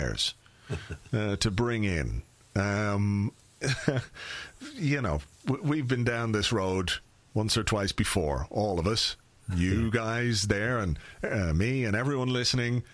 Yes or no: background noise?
no